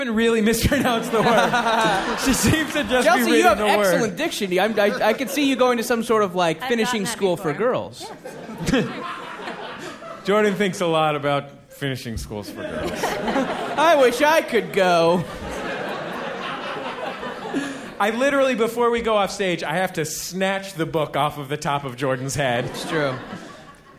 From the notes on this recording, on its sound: Taped live at SF Sketchfest